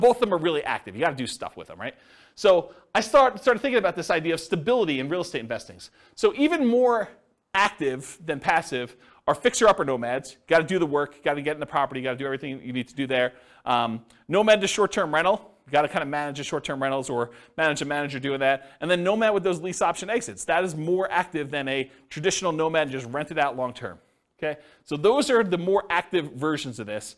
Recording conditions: live audience